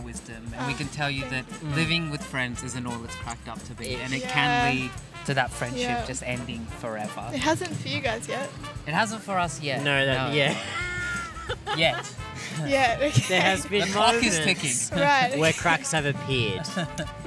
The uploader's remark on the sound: Carried their share house couch outside! With recording gear in hand, they headed to a nearby university to interview students about life on/off campus.